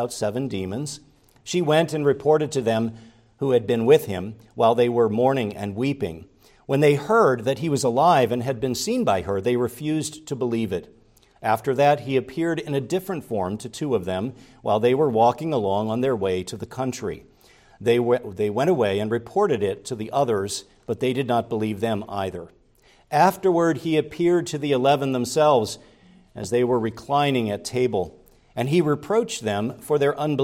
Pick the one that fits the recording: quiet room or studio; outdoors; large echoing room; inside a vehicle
large echoing room